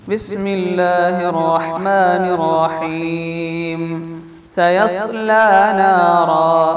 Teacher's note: ഇവിടെ നാറൻ എന്ന തൻവീനിന്റെ ഉച്ചാരണം നഷ്ടപ്പെട്ടു വഖഫിൽ. അതായത് നമ്മൾ ഒരു കാര്യം പറഞ്ഞിരുന്നു, വസ്ല് ചെയ്ത് ഓതുമ്പോൾ മാത്രം ഉപയോഗിക്കപ്പെടുന്ന അക്ഷരമാണ് തൻവീൻ എന്ന നൂന്, അതിന് സുക്കൂനുമാണ്.